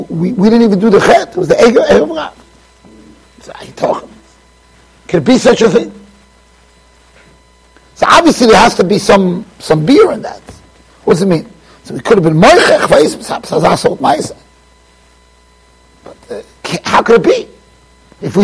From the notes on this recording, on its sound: Shiur recorded in Yeshivas Ohr Reuven, Monsey NY.